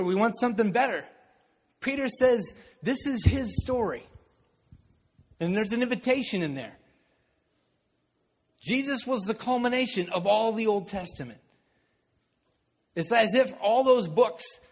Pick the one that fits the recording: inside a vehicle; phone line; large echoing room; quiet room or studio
large echoing room